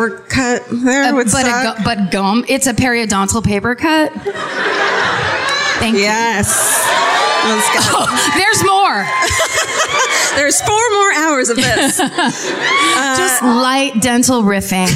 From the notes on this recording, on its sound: Live at Revolution Hall in Portland (2017).